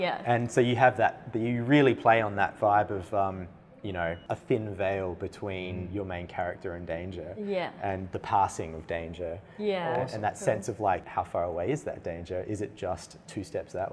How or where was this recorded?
busy venue